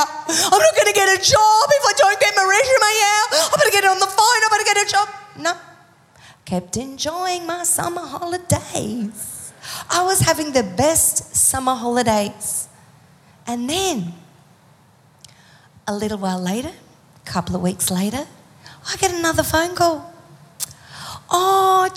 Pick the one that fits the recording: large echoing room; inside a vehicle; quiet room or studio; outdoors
large echoing room